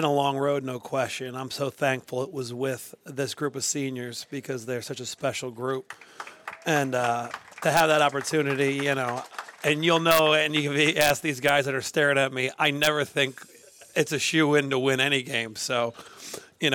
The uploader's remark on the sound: Live At The Reading Liederkranz. Where we held a celebration of a successful regular season for The Exeter Eagle football team.